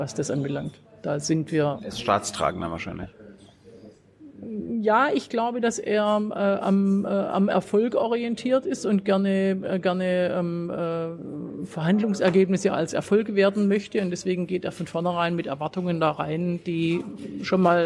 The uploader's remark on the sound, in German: September 2019 in der Berliner Buchhandlung Ocelot (Brunnenstraße) aufgezeichnet.